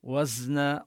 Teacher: الزاي نبينها حرفا مجهورا وهو من حروف الصفير. الصاد والزاي والسين هذه الحروف لهم صفة الصفير، إن يخرج معهم صوت يشبه الصفير.